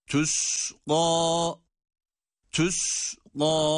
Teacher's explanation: u ile ı arası bir sestir ince harflerdeki ötrenin sesi.